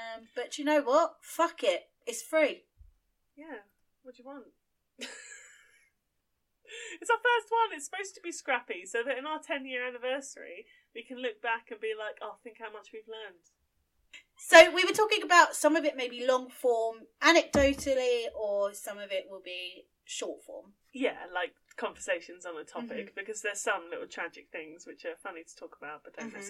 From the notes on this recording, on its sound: You'll forgive us our sound issues, we're only podcast babies.